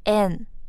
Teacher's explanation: 因为 and 的弱化成了 an